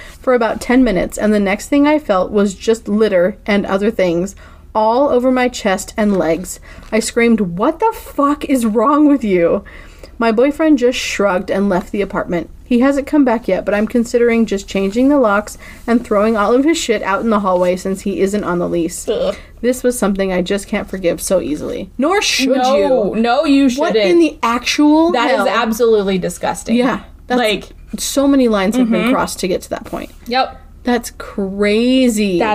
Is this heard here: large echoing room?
no